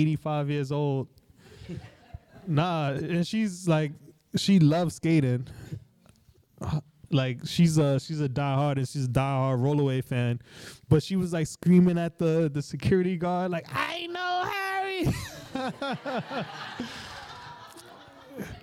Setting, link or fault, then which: setting, live audience